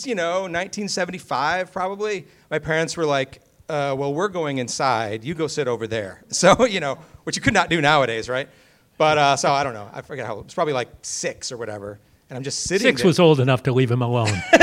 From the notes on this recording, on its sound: Post Mortem invades Midsummer Scream 2023! Recorded LIVE from the world famous horror convention in Long Beach California.